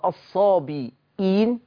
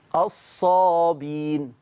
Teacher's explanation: إن حفص عنده كلمات قرئت بإثبات الهمز زي الصابئين، فقرئت على رواية ورش بحذف الهمزة